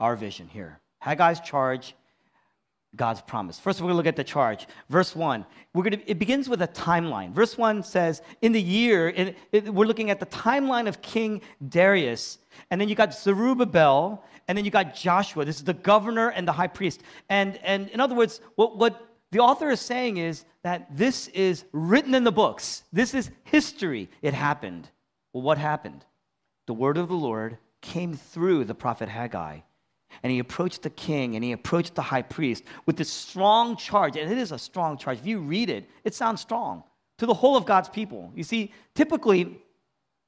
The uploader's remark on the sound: Originally preached in East Falls, Philadelphia on May 7, 2023. Was originally preached in East Falls, Philadelphia.